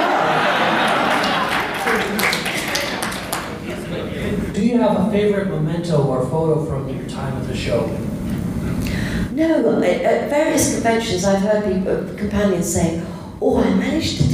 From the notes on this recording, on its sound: With some help from a live audience at Console Room 2016!